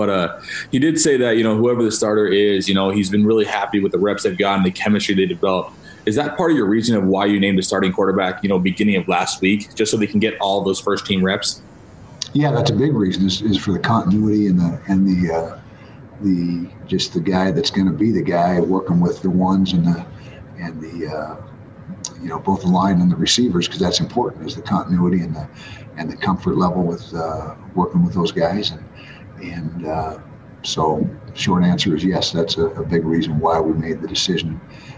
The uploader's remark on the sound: addressed the media Monday morning during his first weekly press conference